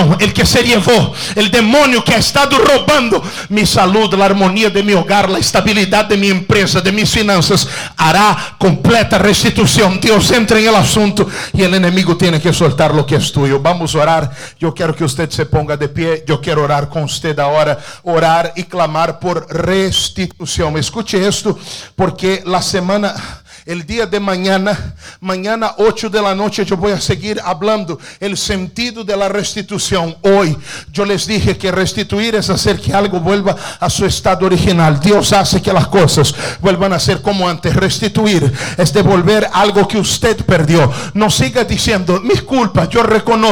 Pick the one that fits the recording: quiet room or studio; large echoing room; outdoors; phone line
large echoing room